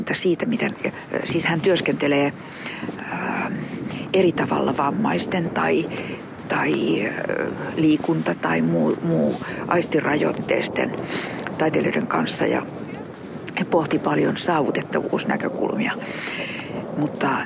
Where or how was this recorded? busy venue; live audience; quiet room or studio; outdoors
outdoors